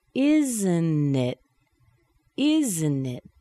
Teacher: We have the intonation pattern that goes down.